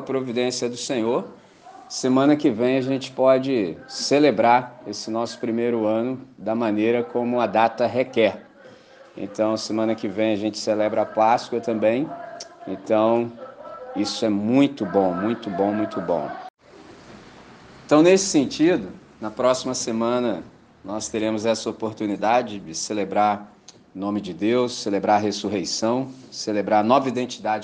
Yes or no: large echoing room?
yes